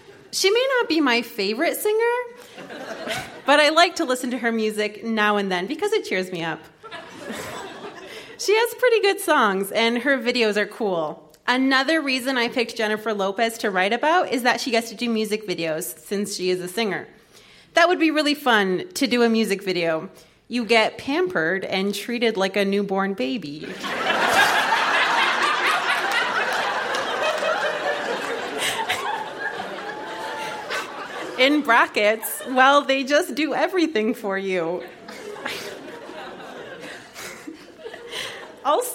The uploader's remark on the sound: Recorded live at the Royal Cinema in Toronto.